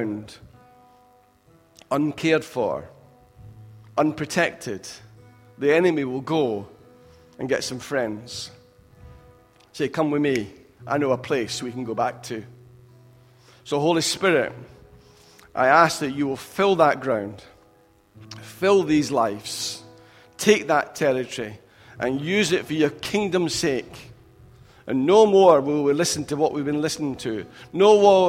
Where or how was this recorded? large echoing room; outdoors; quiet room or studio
large echoing room